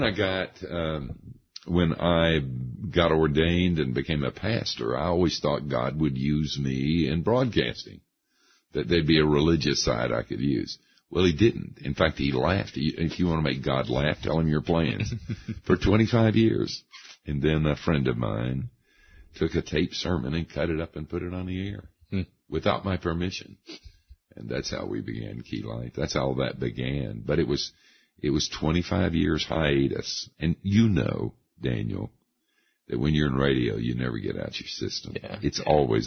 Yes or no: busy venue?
no